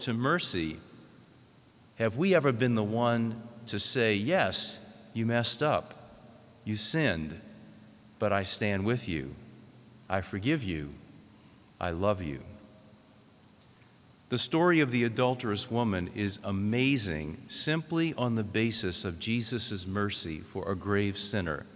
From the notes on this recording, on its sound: This homily was preached in the Notre Dame Seminary chapel.